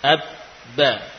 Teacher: Jadi ba yang bertasydid sama dengan dua huruf ba, ba yang pertama sukun lalu diidghamkan pada huruf ba yang berikutnya · Term: ba musyaddadah